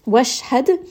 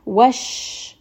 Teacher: sheen is going to have tafashi, meaning that it is going to have a little bit of that like whistling sound. The mouth is going to feel a little bit full.